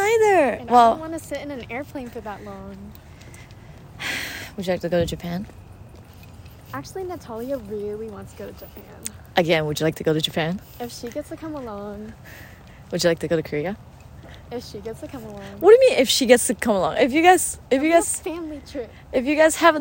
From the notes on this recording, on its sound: Come along with us as we roam around our neighborhood on a whim. The audio is recorded via my iPhone so you might hear us and the world around us. Back in Texas.